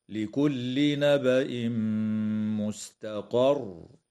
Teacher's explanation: يدغم التنوين في الميم مع الغنة في قوله تعالى نبأ مستقر، ويجوز الوقف على كلمة مستقر من قبيل الوقف الكافي مع مراعاة تشديد الراء حال الوقف، هكذا: لكل نبأ مستقر.